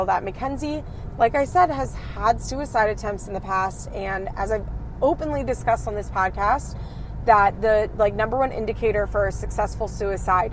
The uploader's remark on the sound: please excuse the audio as this is a car-cast!